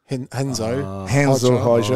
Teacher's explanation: in Portuguese, R is more like an H